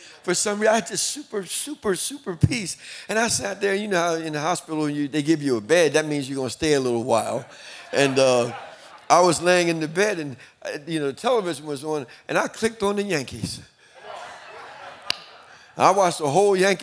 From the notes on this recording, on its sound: In this episode, we are stepping into our Inspire Leaders Conference 2022. Equipping our Gateway leaders in one of our conference sessions!